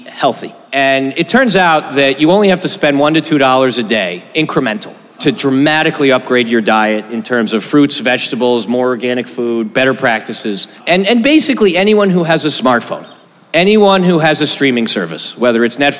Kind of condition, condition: setting, busy venue